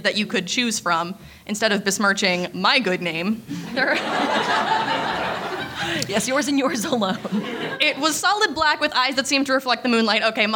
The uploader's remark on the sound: LIVE in CHICAGO!!! Since we're both on opposite coasts, your Cryptid Keeper hosts decided to meet in the middle and do a live show in Chicago!!! Pardon our various plosives and various other mishaps that come with live show audio.